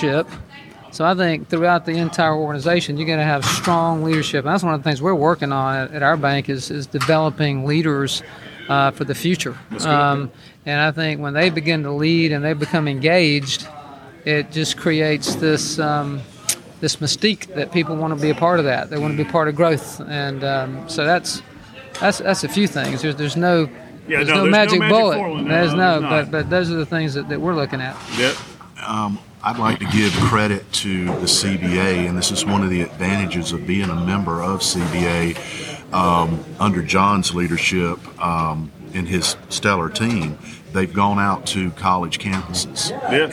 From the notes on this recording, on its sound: Recorded from the 2023 Community Bankers of Georgia Annual Conference and Trade Show